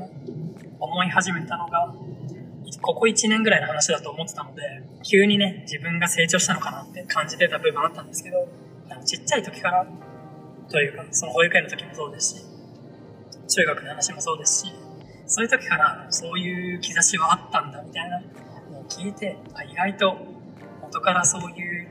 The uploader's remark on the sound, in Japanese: 今回は車の中の収録ということもあり、多少雑音が多いですがご了承ください。元の素材は聞けるレベルではなかったのですが、整音をがんばりました。